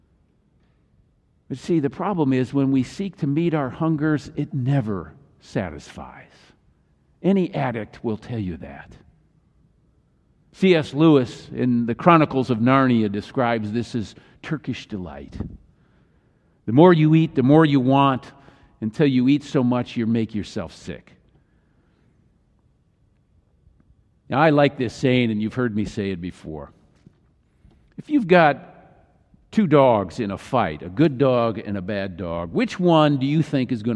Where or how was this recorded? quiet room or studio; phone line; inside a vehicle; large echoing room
large echoing room